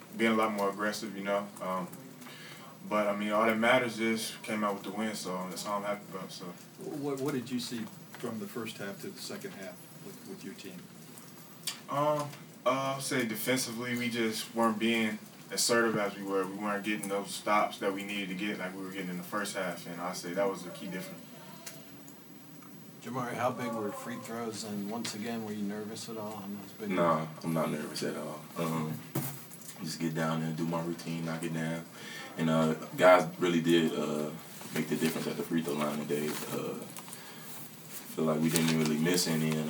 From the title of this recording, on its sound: Press Conferences & Post-Game Interviews